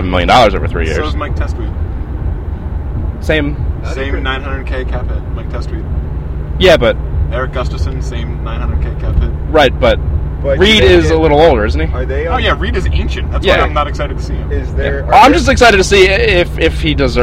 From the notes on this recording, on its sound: Live From Interstate 87. Live from the road on the way to Glens Falls, NY. We recorded this one in the car today.